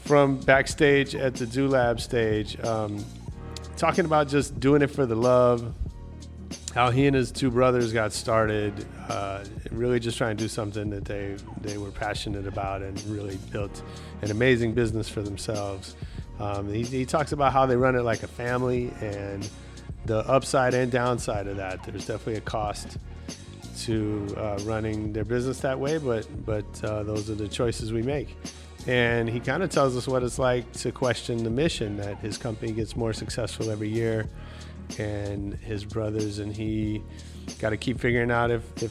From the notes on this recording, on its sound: This week we bring you the first of three episodes recorded live on the field at Coachella. We talked the Coachella people into giving us press passes so we could sit down with a few creative folks in the midst of one of the world’s largest cultural phenomena.